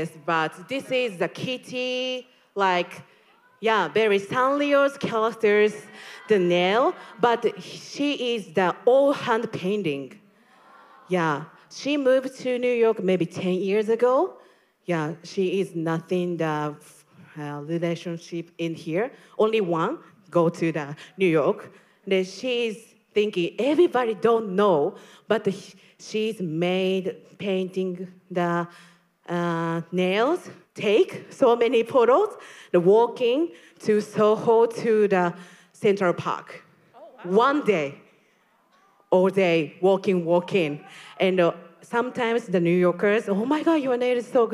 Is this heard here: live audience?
yes